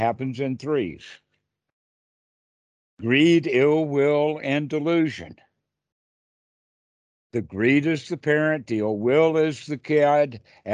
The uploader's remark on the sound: skype calls